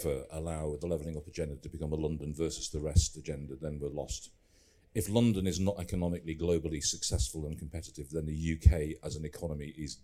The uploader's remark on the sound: At the MIPIM conference in Cannes last week. In this live recording that took place in the EG Pavilion.